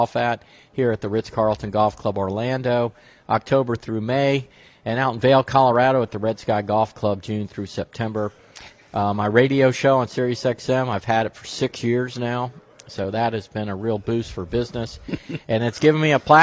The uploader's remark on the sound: Live from PNC Father Son. Broadcasts live from the PNC Father Son Challenge.